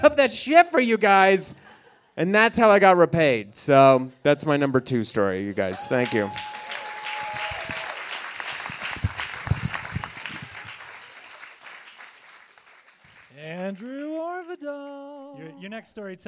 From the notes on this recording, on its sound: recorded live at Buntport Theater on October 15, 2014